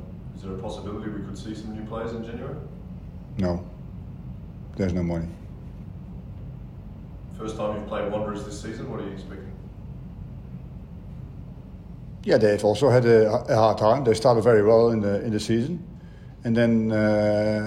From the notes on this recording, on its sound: Hyundai A-League 2019/20 | Round 12 Press Conference.